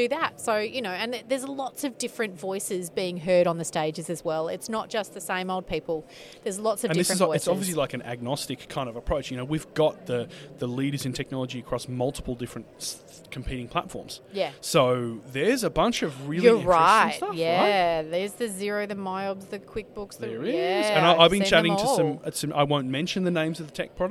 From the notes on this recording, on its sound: LIVE from Accountex 2023!